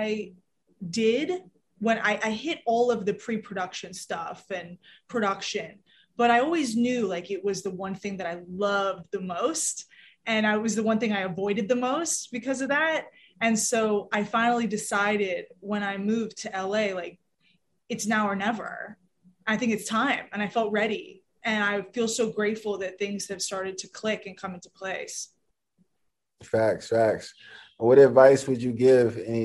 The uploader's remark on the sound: full zoom interview